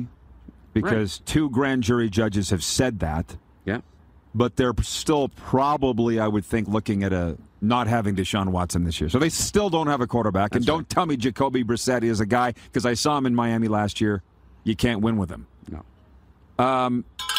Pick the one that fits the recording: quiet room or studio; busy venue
busy venue